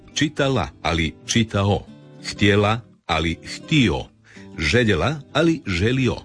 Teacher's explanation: Vokalizacija je glasovna promjena u kojoj se suglasnik L na kraju sloga ili riječi zamjenjuje vokalom, otvornikom, samoglasnikom O.